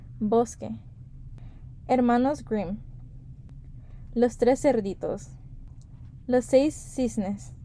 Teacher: el fonema S fue pronunciado en todos estos casos